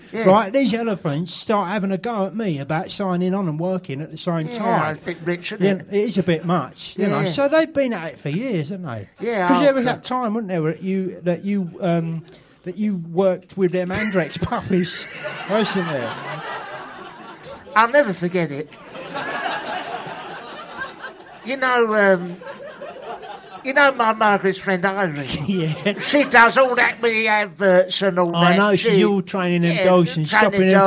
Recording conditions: live audience